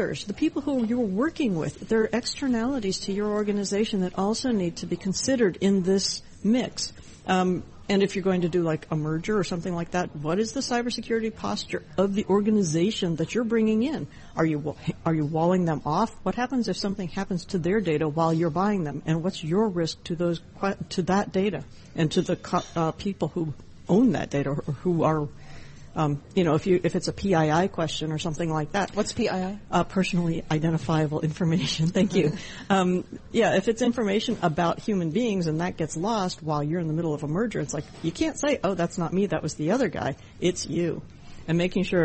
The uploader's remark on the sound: Broadcasting Live from the Bloomberg Breakaway Summit in NYC.